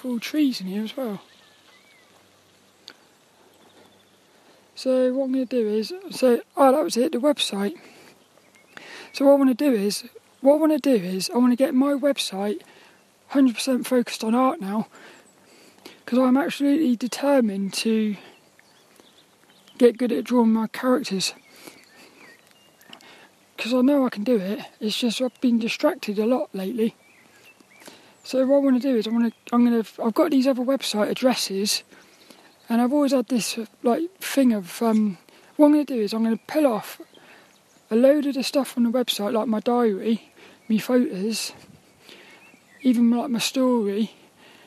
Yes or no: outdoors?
yes